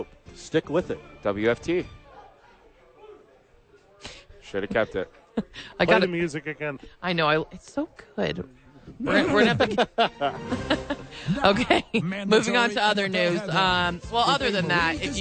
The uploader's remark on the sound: live at Howies watching the National Championship